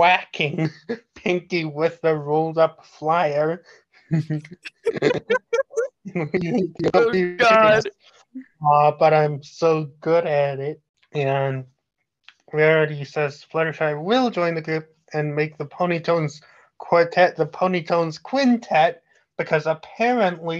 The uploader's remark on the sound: Sorry about the lag we were recording this podcast virtually.